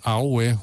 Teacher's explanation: The word for skin is awe, which is low, high. · The word for hand is awe, which is low, high, low.